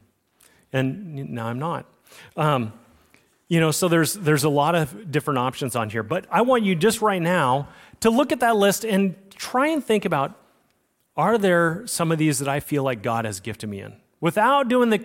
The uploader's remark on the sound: Recorded on Sunday, October 1, 2023, at Liferoads Church in Spokane, Washington.